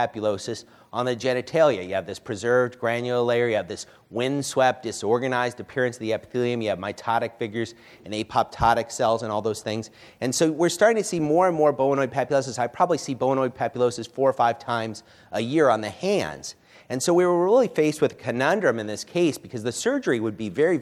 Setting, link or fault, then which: setting, live audience